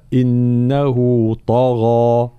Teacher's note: طبعا الطاء مفخمة مطبقة، وكذلك الغين من حروف الاستعلاء، حرف مفخم، طبعا الغين هنا بعدها مد، والمد إذا كان معناها ألف فلا بد أن يتبع ما قبله من حيث التفخيم والترقيق، إذن هنا الألف المدية مفخمة فلا نقول طغى.